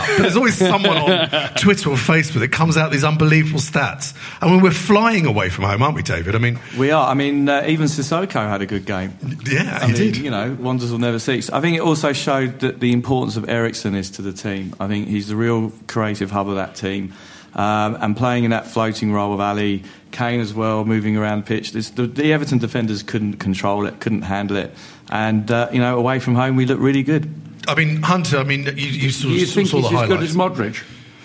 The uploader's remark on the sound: Here is a special #SpursShowLIVE, recorded in an intimate setting and the first of many more.